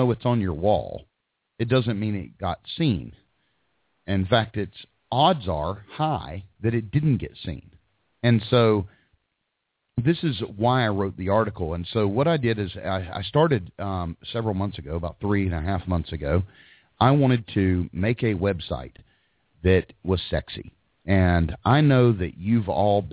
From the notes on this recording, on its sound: Live hot dog vendor and street food vendor call in show.